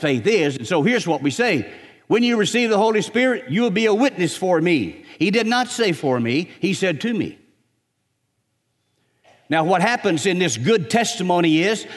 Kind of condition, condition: setting, large echoing room